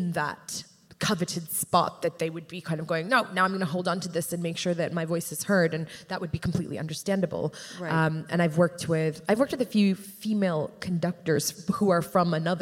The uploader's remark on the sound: This conversation was recorded in front of a live audience. Part of the County-wide Eurydice Found festival.